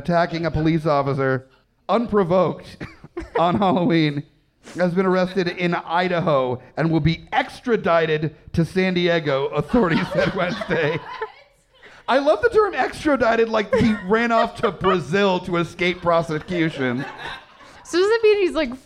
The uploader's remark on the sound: Recorded live on 11/10/19 at The Dark Room in Richmond, Va.